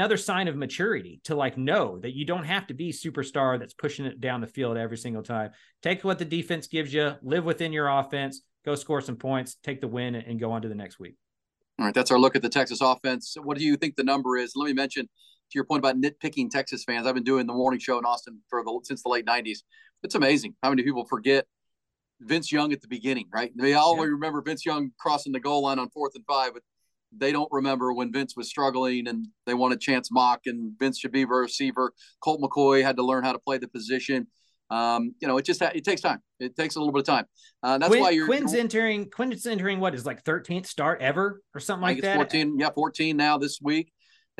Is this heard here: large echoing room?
no